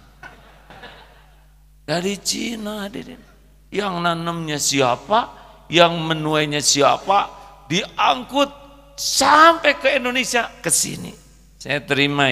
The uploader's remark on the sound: live dari Masjid Daarut Tauhid Bandung